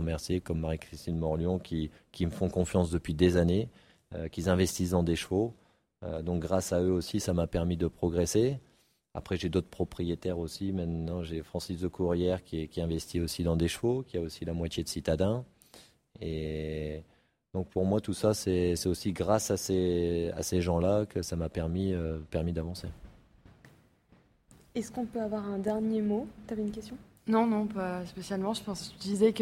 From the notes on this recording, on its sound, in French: Dans ce superbe épisode enregistré à Equita’Lyon.